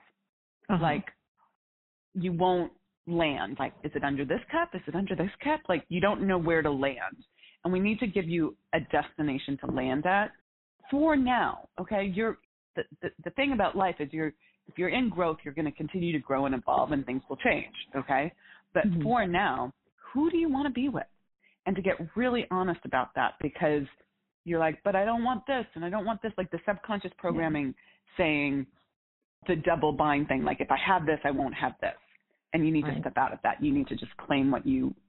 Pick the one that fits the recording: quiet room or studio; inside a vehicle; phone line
phone line